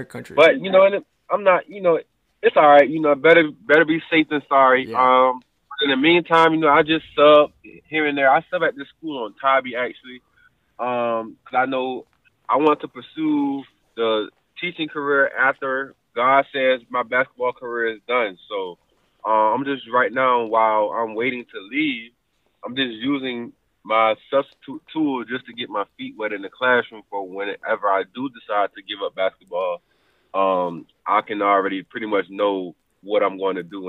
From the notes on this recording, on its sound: phone recording